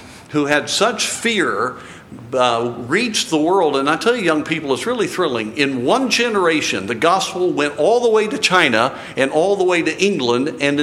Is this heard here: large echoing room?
yes